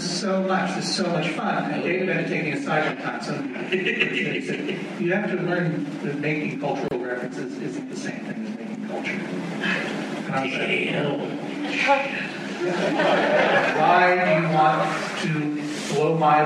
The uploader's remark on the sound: Recorded at Barnes & Noble in Union Square, NY, on January 6, 2014.